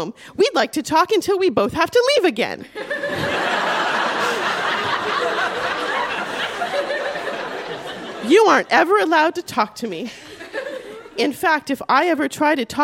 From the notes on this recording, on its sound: Recorded live at The Gladstone Theatre in Ottawa.